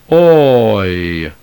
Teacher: The long diphthong omega iota, or omega iota subscript, is pronounced oi, beginning with the omega sound and then gliding to the short iota, somewhat like a drawled English toil